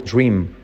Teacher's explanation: Cuidado, la R de dream genera una U.